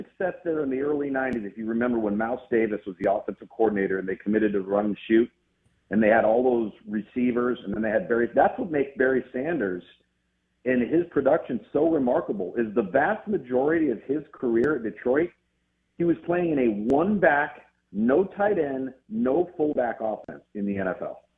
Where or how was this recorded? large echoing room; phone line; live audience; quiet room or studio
phone line